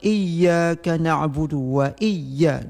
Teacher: Bedakan dengan tasdid ya dengan nun mati bertemu dengan ya. Kalau tasdid ya tidak pakai berdengung seperti lafaz iyyaka na'budu wa iyya, itu misalnya salah satunya.